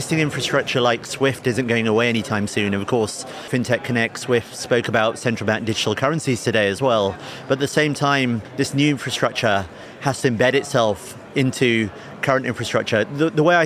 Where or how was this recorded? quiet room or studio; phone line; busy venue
busy venue